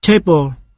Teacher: Đôi khi cũng có thể là một phụ âm, ví dụ table, cái bàn trong tiếng Anh và tiếng Pháp. Ở đây, L nằm ở đỉnh âm tiết